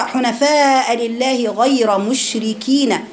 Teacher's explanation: وإحنا بنقرأ حنفاء لله غير مشركين، شوفي الشين، شايفة صوت الشين وهو بيقرأ، شايفة التفشي اللي طالع الشين